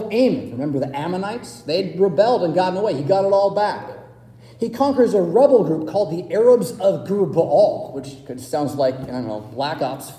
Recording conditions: large echoing room